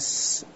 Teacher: sofir ini sifat yang letaknya di antara gigi seri atas dan gigi seri bawah. Maka kita harus merapatkan keduanya.